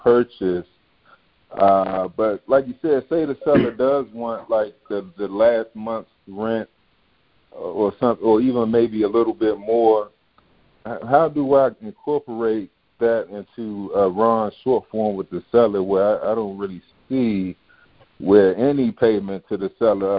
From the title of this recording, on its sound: Gold Club Q&A Call